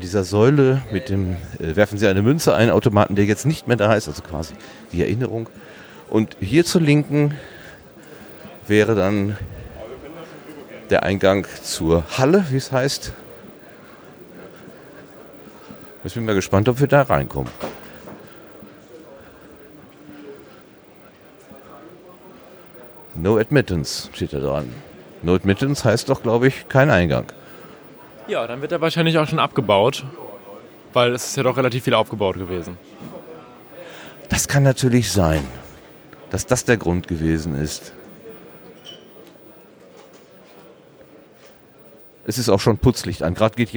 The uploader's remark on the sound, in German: RMN040 #33C3 Rundgang. Deswegen kommt die Aufnahme etwas weniger spritzig daher, als im letzten Jahr.